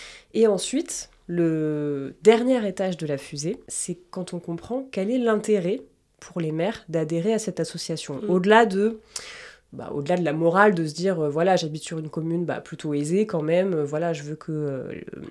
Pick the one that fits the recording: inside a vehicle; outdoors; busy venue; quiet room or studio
quiet room or studio